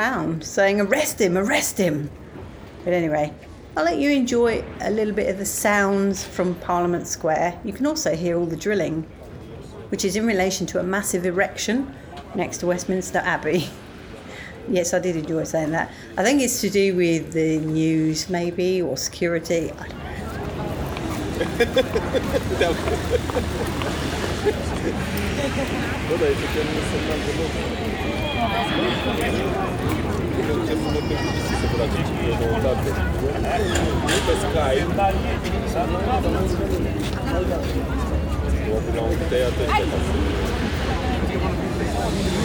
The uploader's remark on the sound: I decided to capture the sounds of around Parliament Square and Westminster Abbey